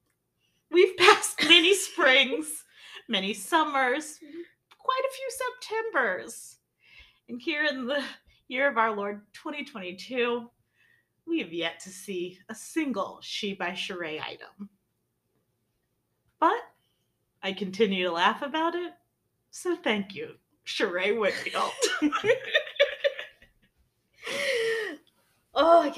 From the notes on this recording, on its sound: Sorry the audio got messed up a bit.